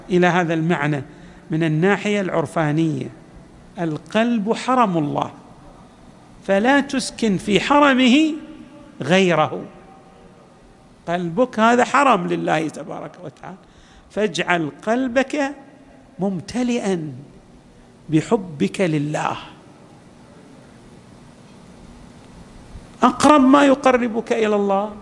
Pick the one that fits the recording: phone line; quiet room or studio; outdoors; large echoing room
large echoing room